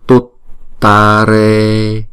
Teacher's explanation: Chữ ta là hai nhịp, chữ re là hai nhịp, chữ tut là một nhịp.